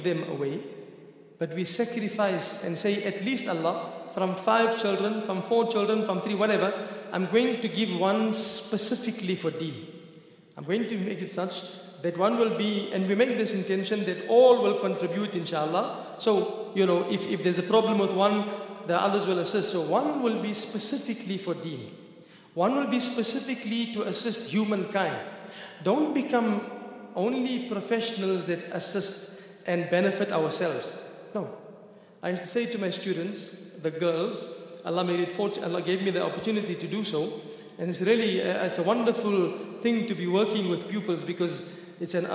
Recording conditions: large echoing room